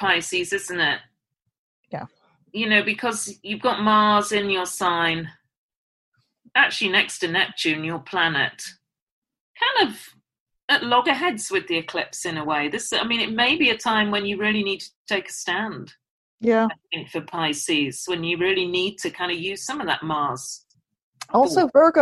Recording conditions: video call